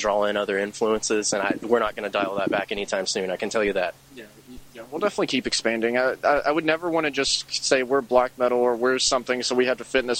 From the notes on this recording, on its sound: interview recorded prior to the band’s performance at Mag Bar in Louisville on August 6, 2017